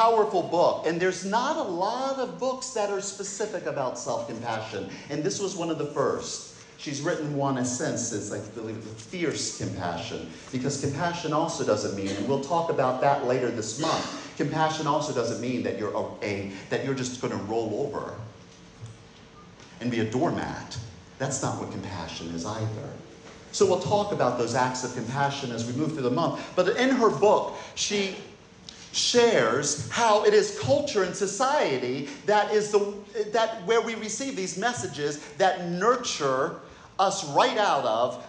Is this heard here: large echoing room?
yes